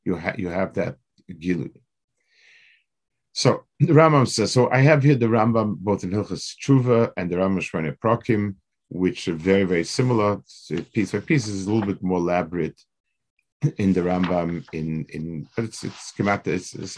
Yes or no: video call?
yes